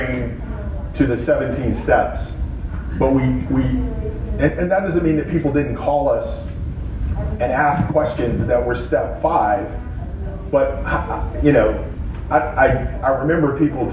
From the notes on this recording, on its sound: Live ICMI show from Chicago. Live show with an in studio audience.